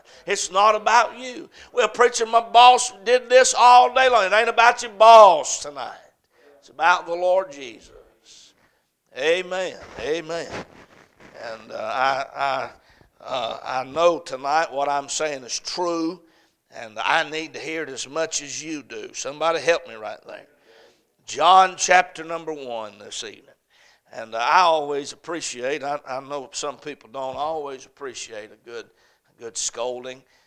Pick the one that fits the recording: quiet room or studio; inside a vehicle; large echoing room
large echoing room